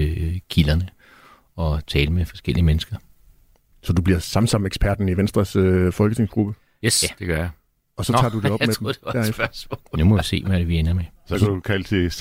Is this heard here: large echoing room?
no